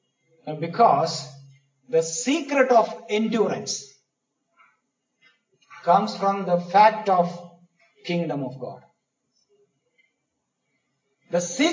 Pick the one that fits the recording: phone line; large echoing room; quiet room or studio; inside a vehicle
large echoing room